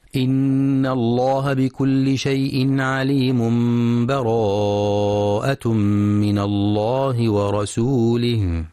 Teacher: الوجه الثالث الوصل، وهو وصل آخر الأنفال بأول التوبة بدون بسملة مع مراعاة الإقلاب، أي قلب التنوين إلى ميم. إن الله بكل شيء عليم.